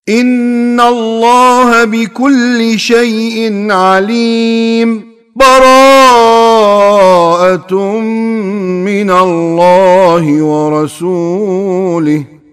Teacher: سكت يعني سكتة بسيطة، سكتة بسيطة ثانية أو ثانيتين، مو مثل الوقف تأخذ نفس · Term: السكت